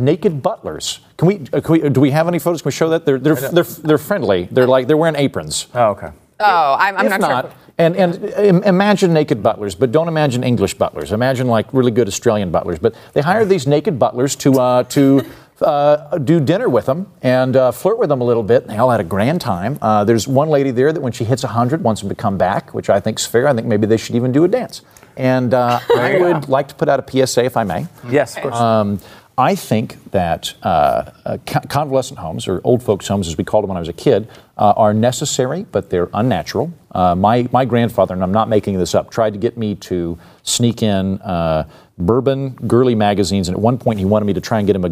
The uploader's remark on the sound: in front of a live studio audience